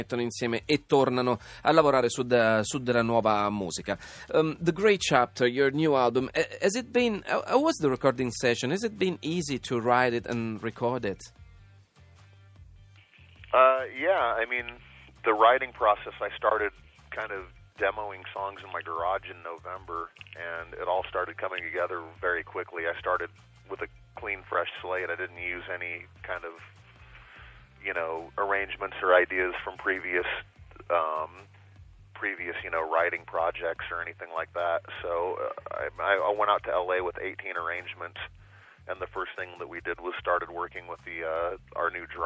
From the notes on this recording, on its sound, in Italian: Al telefono